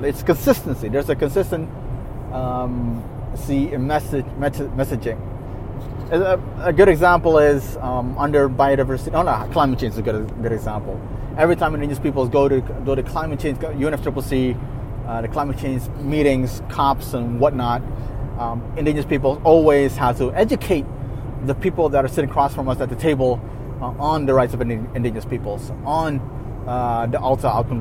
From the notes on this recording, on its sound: (Voice Memo). A voice memo I recorded while driving. I stopped the car at a gas station, switched on the voice recorder feature on my phone and started talking again.